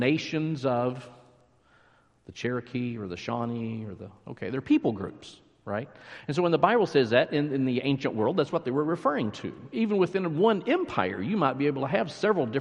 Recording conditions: large echoing room